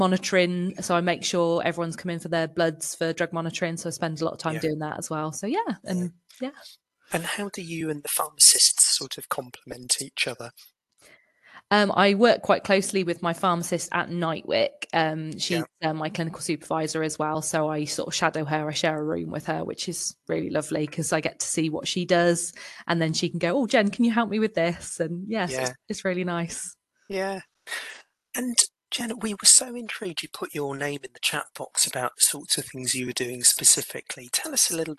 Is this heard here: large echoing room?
no